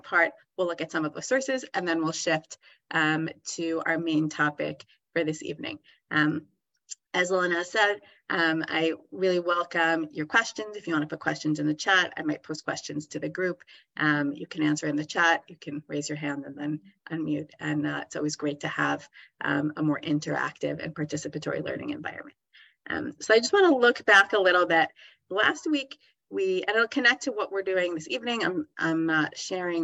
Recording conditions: video call